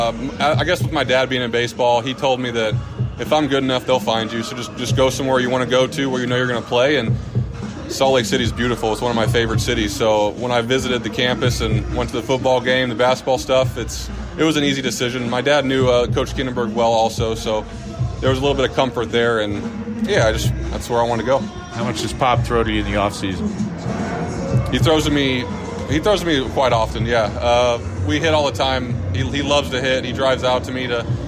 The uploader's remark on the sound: Recording this week from the booth at Citizens Bank Park in Philadelphia